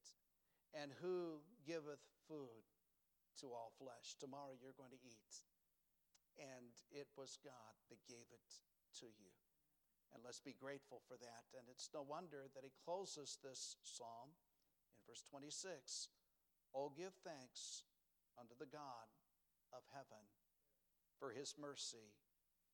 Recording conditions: large echoing room